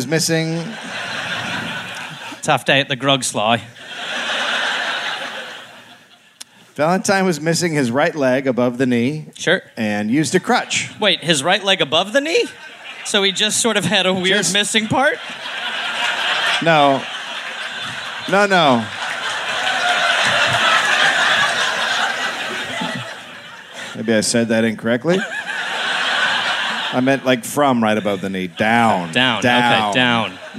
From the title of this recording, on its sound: Live in Adelaide